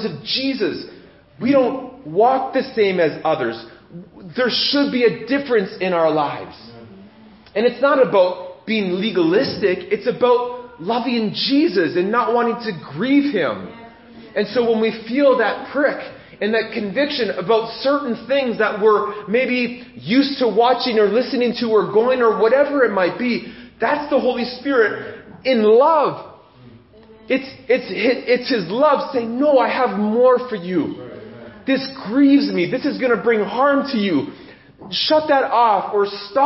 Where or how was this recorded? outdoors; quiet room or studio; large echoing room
large echoing room